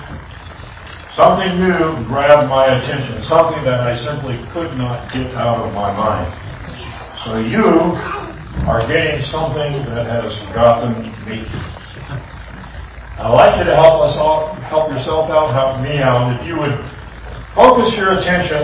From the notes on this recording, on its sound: This audio recording is noisy.